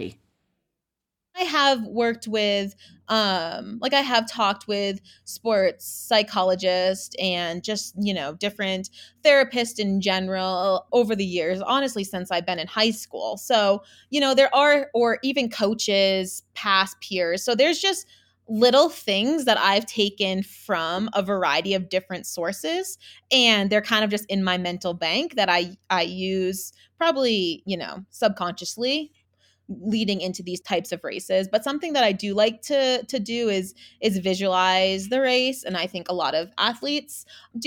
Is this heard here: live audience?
no